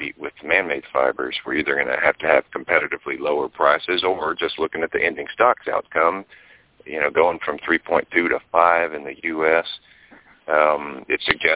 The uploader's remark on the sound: Monthly Conference Call